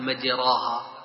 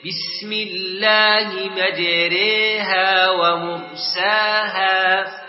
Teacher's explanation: لا بد من إمالة الراء نحو الكسرة إمالة كبرى · Shown in: second take · وهي الإمالة الوحيدة عند حفص.